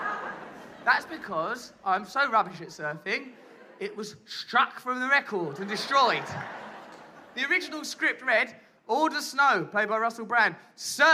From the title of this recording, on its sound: Live in New York City (2011)